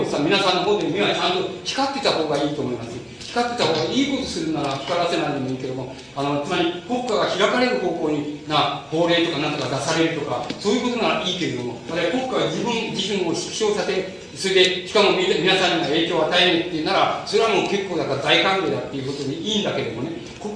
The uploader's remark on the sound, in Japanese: 音質：２。主催：自治労山口県職員労働組合下関支部 場所：下関市水産会館。音質はあまりよくない。